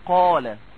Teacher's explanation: قال الألف هنا إيه اللي قبلها القاف مفخمة يبقى هي فخمت